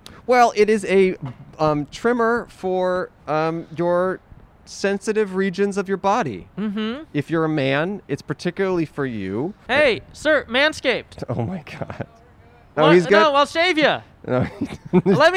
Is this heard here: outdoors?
yes